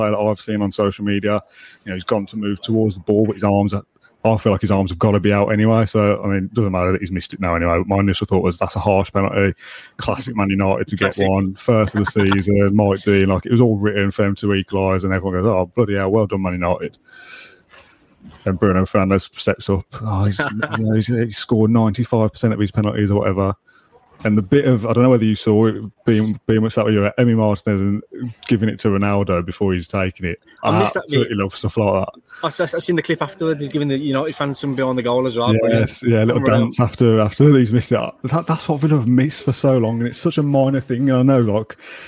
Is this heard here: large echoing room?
no